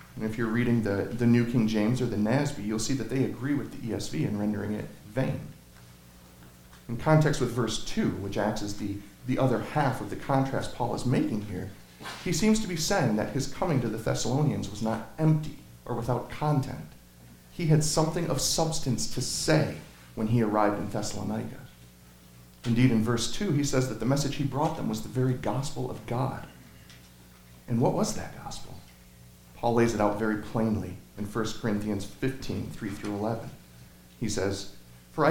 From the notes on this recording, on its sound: Sermon Audio from Crossway Christian Church